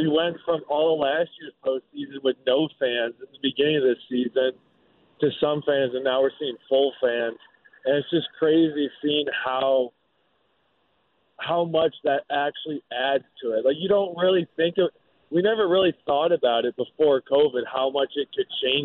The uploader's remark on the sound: On The Phone